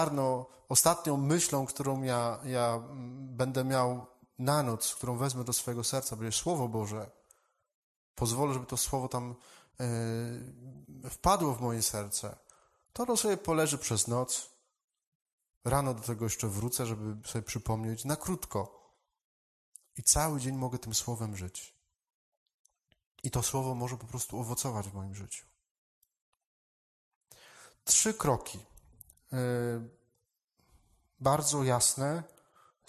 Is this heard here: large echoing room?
yes